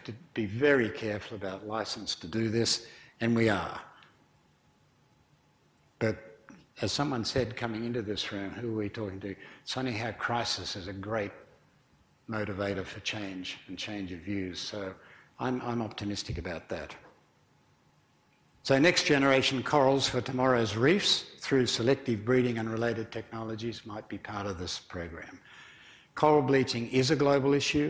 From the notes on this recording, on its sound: IFE Grand Challenge Lecture, recorded on April 6 2018 at QUT